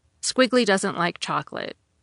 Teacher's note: Squiggly doesn't like chocolate. The natural way to read the sentence aloud is by not really raising or lowering your voice at the end.